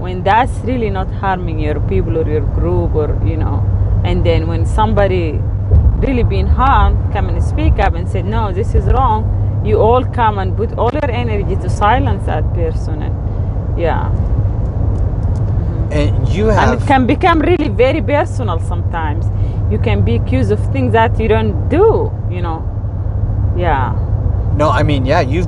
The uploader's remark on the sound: While driving between locations